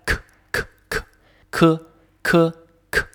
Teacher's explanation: 声音普通话百日训练第十四天，舌根音 k，发这个音的时候注意，第一呢，它是舌根发出来的，是我们的舌头的后面根部和我们的喉咙软腭形成阻碍，气流喷出来